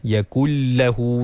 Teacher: Masukkan sahaja nun ke dalam lam tanpa memanjangkan gunnah dia · Term: idgham